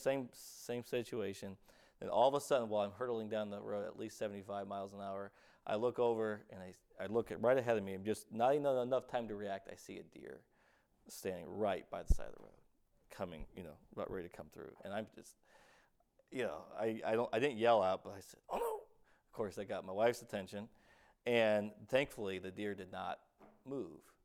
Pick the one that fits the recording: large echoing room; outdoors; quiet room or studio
large echoing room